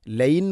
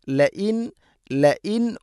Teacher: ലൈൻ അല്ല ലഇൻ ല E Hamza ഉച്ചരിക്കണം. തൊണ്ടയുടെ താഴെ ഭാഗമാണ് മഖ്റജ്. · Shown in: second take